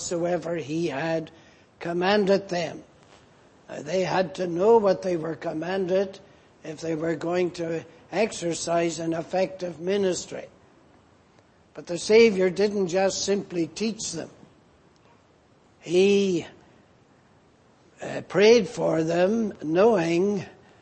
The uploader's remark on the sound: Preached in Grafton. At the Lord’s Day Morning service.